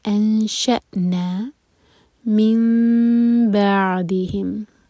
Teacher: نون کا ساؤنڈ میم میں چینج ہوا کیونکہ نیکسٹ ورڈ با سے شروع ہو رہا ہے، تو یہ ہے اقلاب.